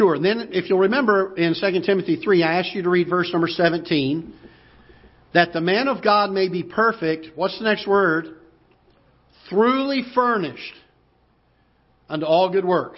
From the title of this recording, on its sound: Ketha Heights Baptist Church ~ Live Broadcast